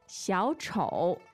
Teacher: The tones are? Two third tones. Mm. Third and third.